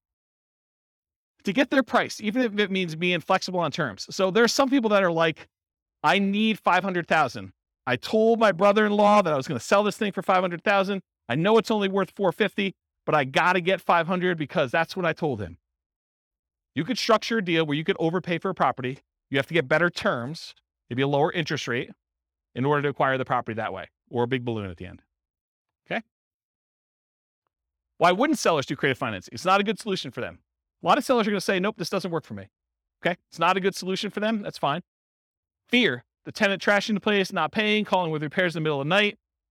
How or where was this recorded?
live audience